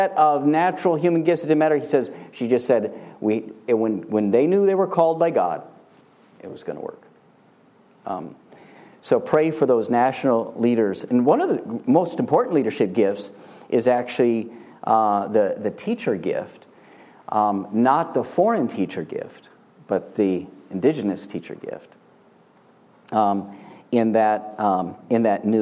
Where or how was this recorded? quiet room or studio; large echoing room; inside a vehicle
large echoing room